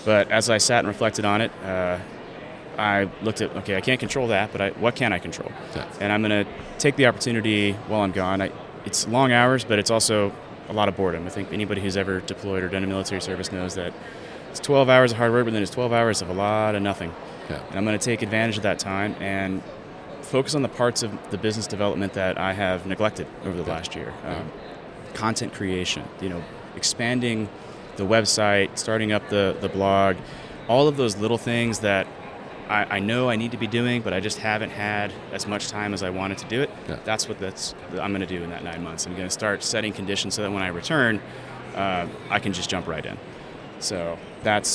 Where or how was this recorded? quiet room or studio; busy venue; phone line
busy venue